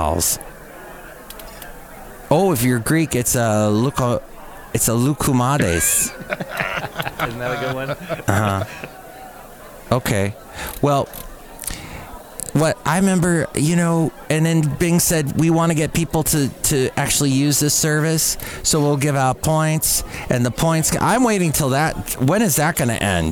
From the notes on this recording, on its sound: podcasts live from Café Anyway